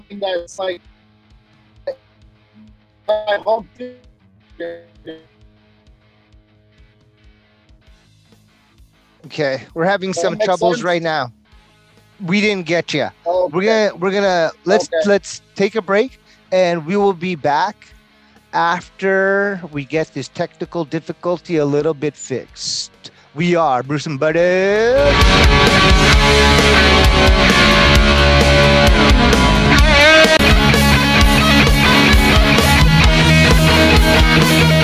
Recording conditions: inside a vehicle